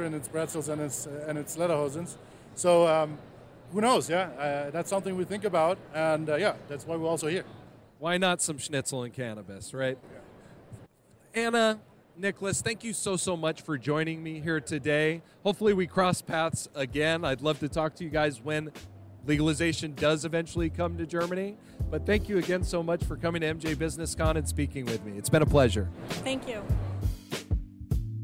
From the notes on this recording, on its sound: This interview was recorded on the floor of the Las Vegas Convention Center during MJBizCon 2022, so there may be patches of audio that are a tiny bit scratchy.